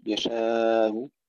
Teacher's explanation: تسهيل الهمزة بالروم مع توسط الألف قبلها